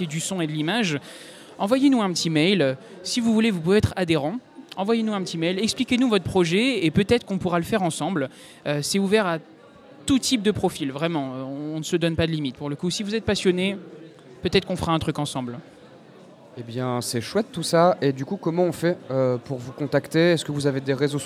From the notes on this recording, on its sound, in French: Dans le cadre du « Forum de la Création Audiovisuelle » organisé par l’association Bulldog audiovisuel , nous étions en direct au Safran le 2 décembre dernier.